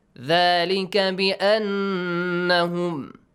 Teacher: أَنَّهُمْ نُون مُشَدَّة. Pay attention to it. Produce a nasal sound.